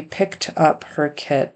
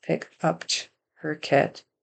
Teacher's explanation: So instead of putting that sound on the end of picked, from the end of pick to show it's a past tense verb, picked, that ED becomes a T, picked. He makes it just pick and puts the T sound on the end of up. · Shown in: second take